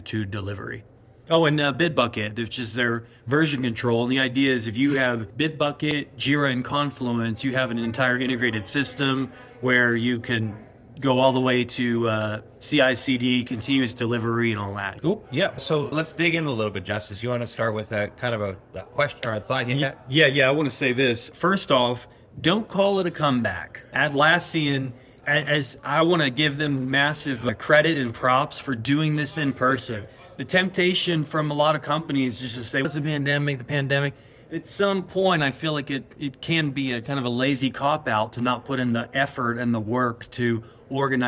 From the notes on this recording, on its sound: Recorded at Atlassian Team ’22. This special episode of The Modern Agilist Podcast was recorded LIVE at the Atlassian Team '22 conference in Las Vegas, Nevada!